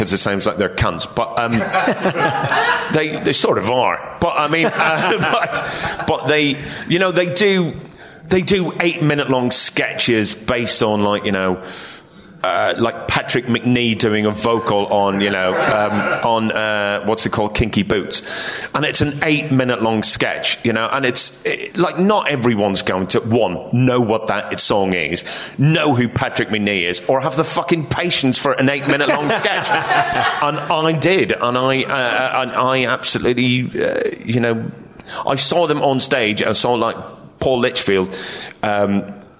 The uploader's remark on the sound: Live at Objectively Funny Festival